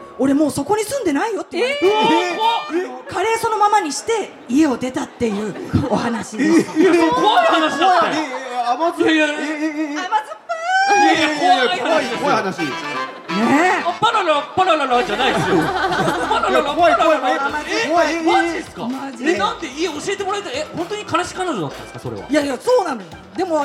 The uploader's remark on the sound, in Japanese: 2023年2月26日ららぽーと豊洲で行われた、グレープカンパニー所属芸人による公開収録の模様をお送りします。